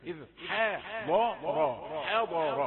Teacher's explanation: ح رقيقة لأنها مجاورة للضاد فقد تأخذ منها شيئا من الإتقان